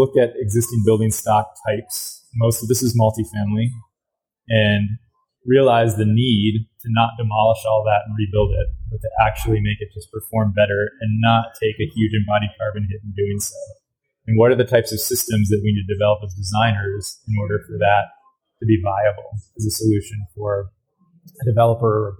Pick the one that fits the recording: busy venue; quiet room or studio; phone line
busy venue